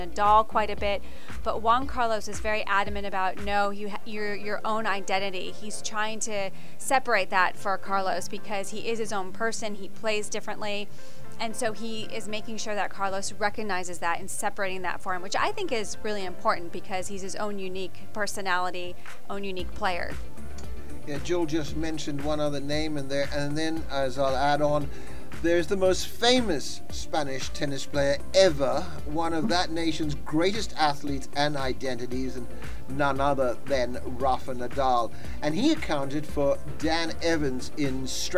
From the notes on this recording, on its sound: live analysis and insights from the Indian Wells Tennis Garden